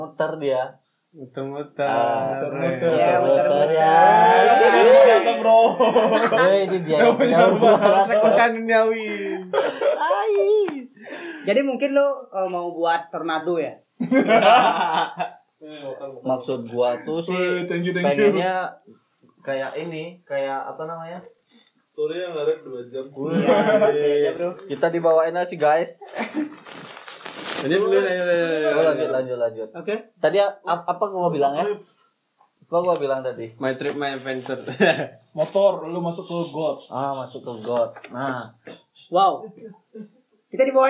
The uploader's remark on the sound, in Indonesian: Mohon maaf atas kualitas audio kami yang ngawur, namanya juga perdana.